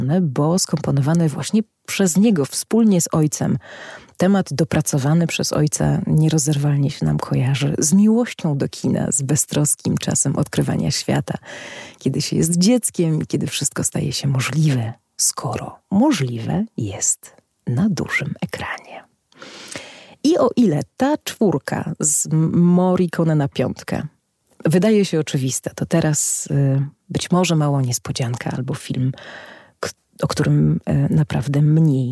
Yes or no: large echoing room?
no